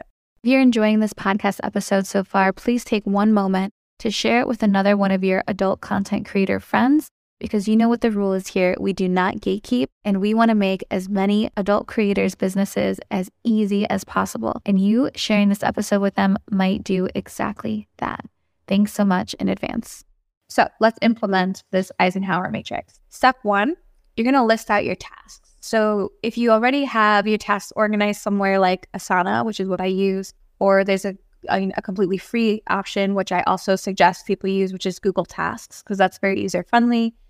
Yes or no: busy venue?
no